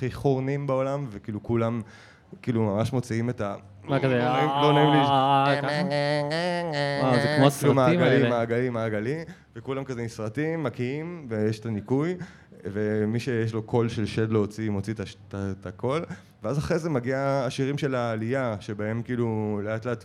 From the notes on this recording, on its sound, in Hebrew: פודקאסט לייב!